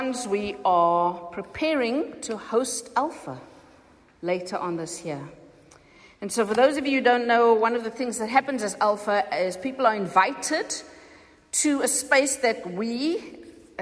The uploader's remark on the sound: Recorded at the 9:30am service on Sunday 11th June 2023